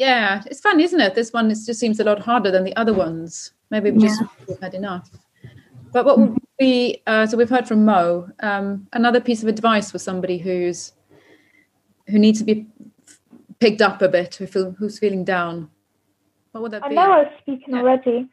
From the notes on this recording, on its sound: Each week during our sessions (held via Zoom) we revisit work from previous projects and create new work exploring themes close to our hearts.